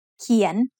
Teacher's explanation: Ko kai is surrounded on three sides by the parts making up the vowel sound saraiya, and then it has nonu as the final consonant. Kien is said with a rising tone because it has a high class consonant and a live syllable ending.